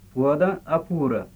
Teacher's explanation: first person singular agent, which is shown by high tone with stress. There is no focus.